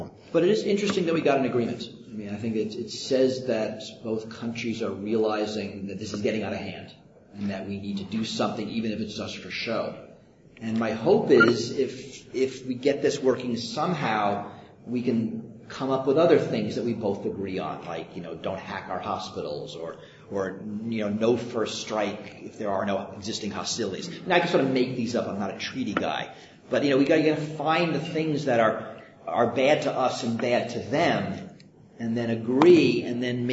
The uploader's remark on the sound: At a live recording of the podcast at IAPP’s Privacy.